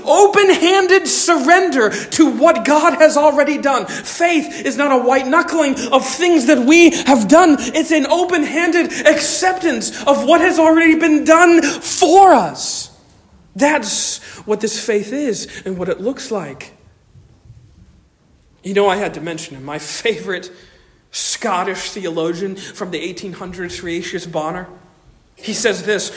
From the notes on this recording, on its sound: Delivered on 5 November 2023 at Stonington Baptist Church, Paxinos, PA. Delivered on 5 November 2023 at Stonington Baptist Church, Paxinos, PA.